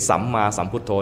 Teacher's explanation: ให้ออกเสียงสระสั้นๆแต่มีตัวสะกดอย่าออกเป็นสามมาสามพุทธมันยาวไป